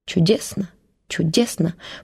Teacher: ставя ударение на «у»